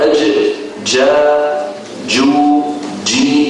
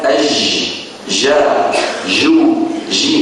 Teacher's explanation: بدايتها مخرج مقفول ثم يندفع الصوت بقوة، لذلك يسموها في علم الأصوات الحديث حرف انفجاري · Shown in: first take